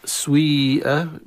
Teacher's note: كذلك سيئة كذلك من الكلمات التي فيها أكثر من قراءة، سيئة بالكسرة أو سويئة بضم ابتداء انتقالا ثم إلى كسرة، يعني الحرف الأول ينطق بحركتين مركبتين، بداية ضم ونهاية كسر